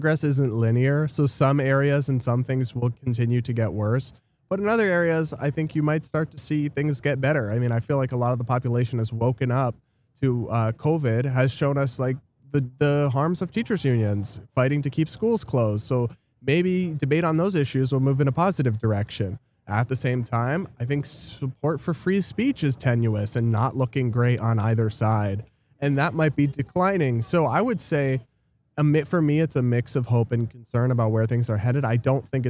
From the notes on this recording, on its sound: Live from FreedomFest in Memphis, TN!